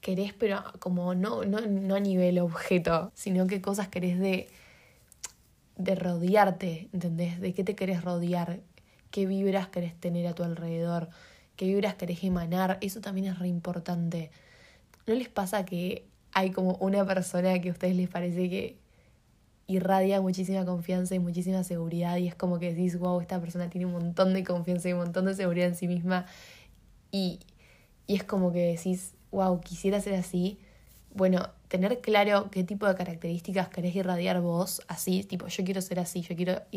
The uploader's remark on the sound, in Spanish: una nota de vozz